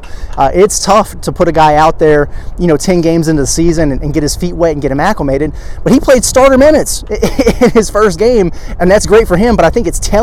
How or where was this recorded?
outdoors